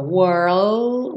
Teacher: Primeiro faz o R, were. Depois que você estiver acostumado, bota o L, língua no céu da boca.